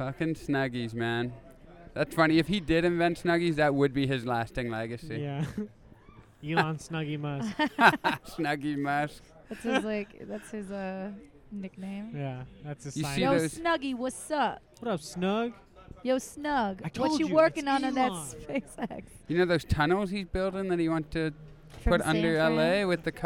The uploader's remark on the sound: A fun episode recorded at The Comedy Store.